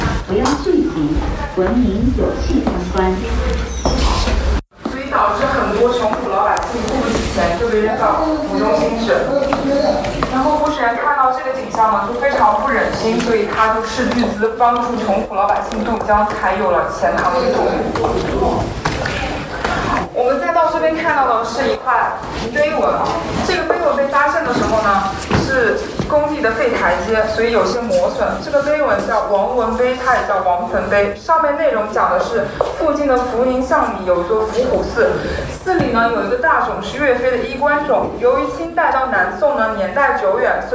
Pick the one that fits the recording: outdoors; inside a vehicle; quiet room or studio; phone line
outdoors